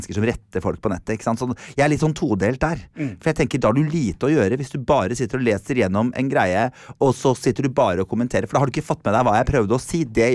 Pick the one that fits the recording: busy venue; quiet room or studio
quiet room or studio